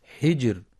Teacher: وترقق في حجر لسكونها بعد كسر أو بعد ساكن مسبوق بكسر